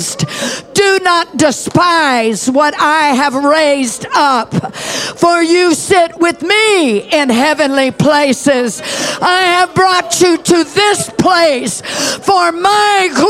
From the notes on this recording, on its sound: Preached at Deep Calleth Deep Conference 23, 6 December Morning Service.